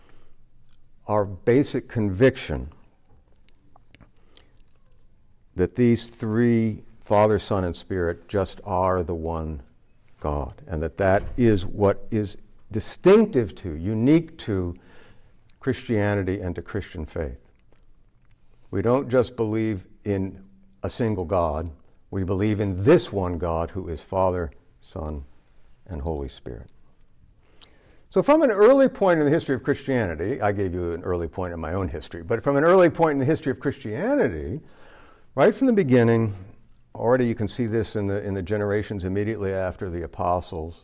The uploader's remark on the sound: This lecture was given on August 29, 2023, at Mississippi State